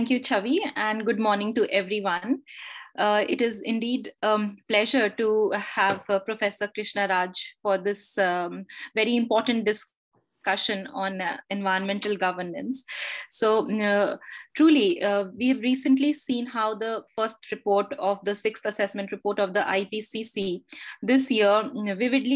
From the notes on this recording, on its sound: Zoom and Facebook Live